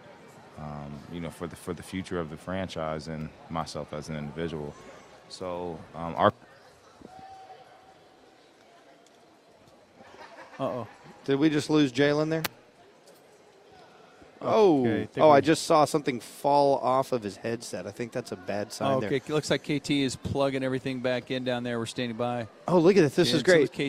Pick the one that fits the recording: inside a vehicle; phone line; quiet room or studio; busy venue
busy venue